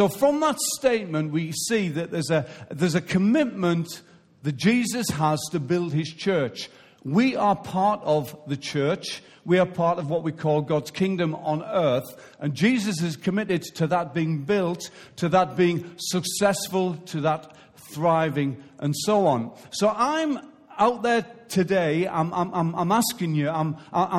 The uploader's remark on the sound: Recorded live at Life Church on Sunday 6th November 2016.